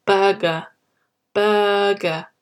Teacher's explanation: the R after the U has the function of just making the vowel really, really long and falling at the end. So you say burger.